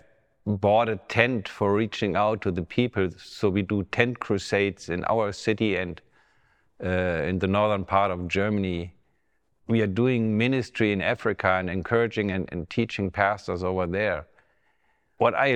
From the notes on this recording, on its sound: Testimony Recorded at Love-N-Care Ministries in Germany